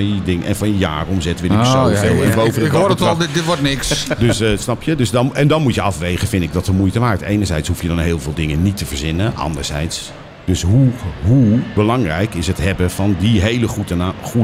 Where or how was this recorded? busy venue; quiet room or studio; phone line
busy venue